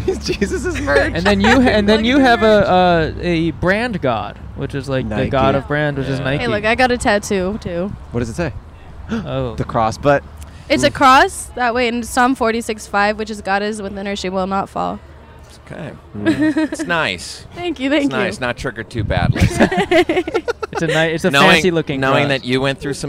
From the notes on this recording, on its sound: We set up outside of a Portland strip club on a wild late Sunday night. Recorded in front of Dante's. In Portland, Oregon.